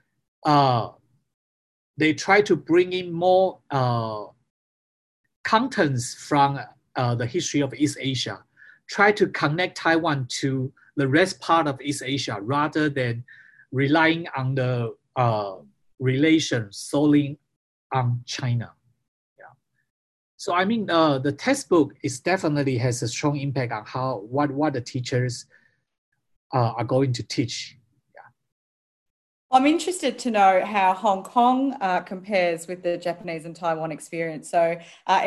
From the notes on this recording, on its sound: Recorded live via zoom